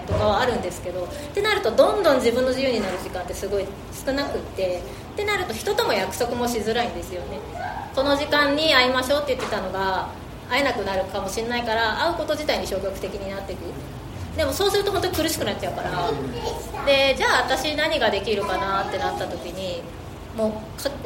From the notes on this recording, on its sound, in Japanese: 生駒市某所自治会館で行なわれた。オムラヂ汗まみれ 公開収録に。